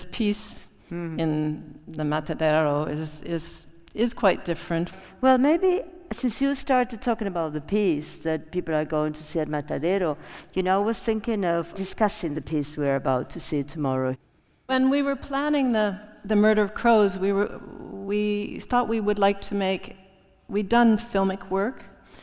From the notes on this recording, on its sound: This podcast is a live recording from the talk. Which took place at the Real Academia de Bellas de San Fernando in Madrid.